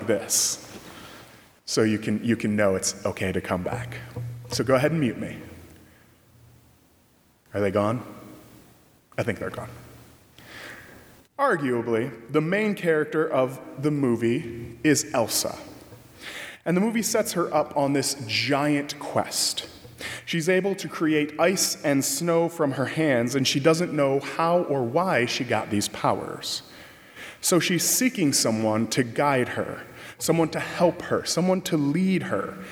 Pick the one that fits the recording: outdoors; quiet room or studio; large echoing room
large echoing room